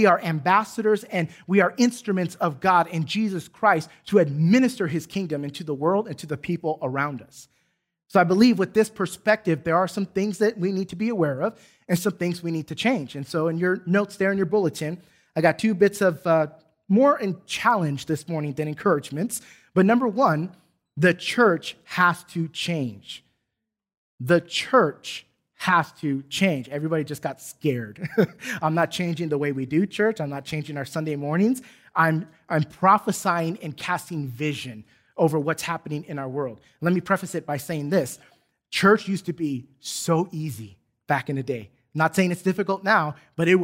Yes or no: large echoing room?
yes